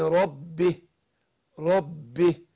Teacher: عشان برضو نبين أكثر التشديد في ربه، أقول بإذن ربه ربه، لأن هنا كمان الباء بالذات بتخرج بانطباق الشفتين وهي أشد تمكينا من الميم